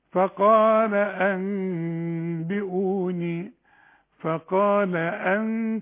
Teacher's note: يبقى ما تقفلش شفايفك ما تضمش شفايفك يبقى في غنة وما تضمش شفايفك · Term: نص ميم صغيرة